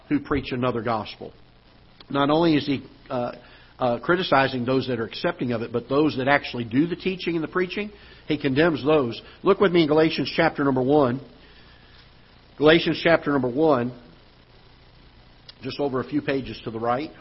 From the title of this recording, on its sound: Ketha Heights Baptist Church ~ Live Broadcast